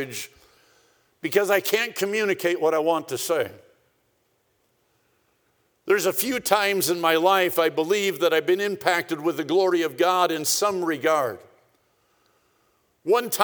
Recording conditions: large echoing room